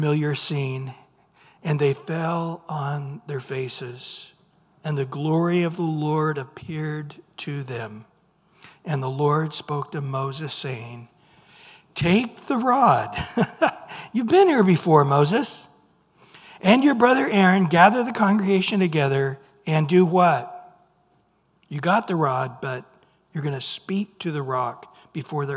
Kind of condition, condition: setting, large echoing room